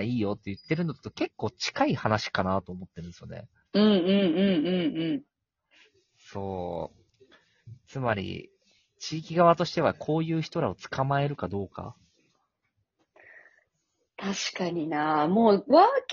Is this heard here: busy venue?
no